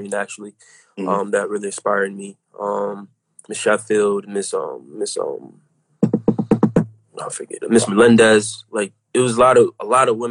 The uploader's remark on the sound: This is why the Crew decided to turn the live interview into an audio file.